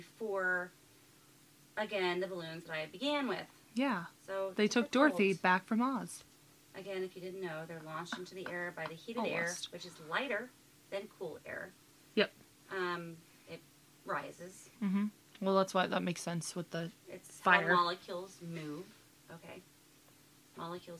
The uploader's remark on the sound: Heads up, I know Audio isn't amazing in this. I tried to edit to best of my limited knowledge. We are still working out kinks with mics and sound mixing.